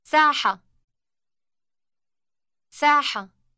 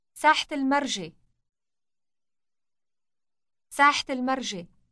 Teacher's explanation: pronounced with a final T sound when it is followed by another word · Shown in: second take